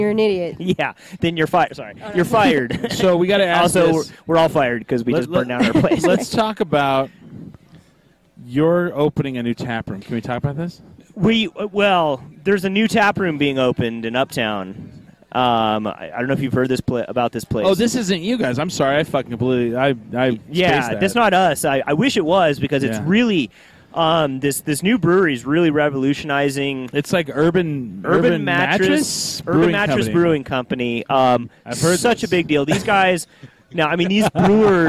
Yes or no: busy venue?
yes